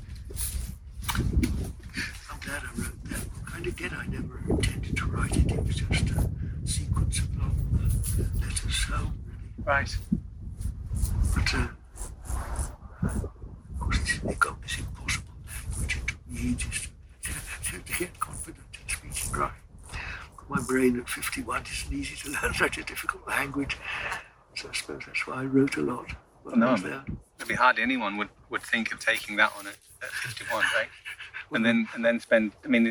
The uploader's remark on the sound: The interview we have here was in his “first church” as he describes it, which is the hillside overlooking Bakewell. There is some background noise in this interview so apologies in advance. The worst part is around minute 16 but it gets better after that. Wind noise worse here.